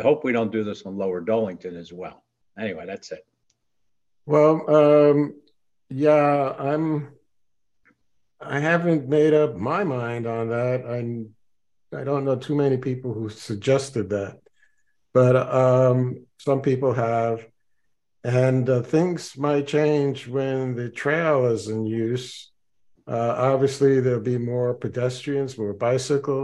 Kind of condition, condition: link, video call